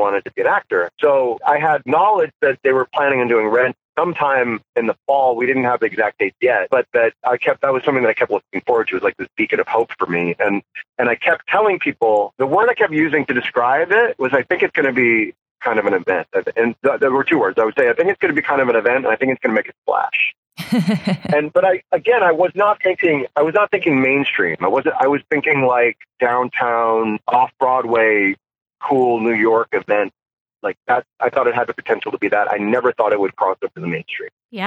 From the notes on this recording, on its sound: via the world's shoddiest phone connection.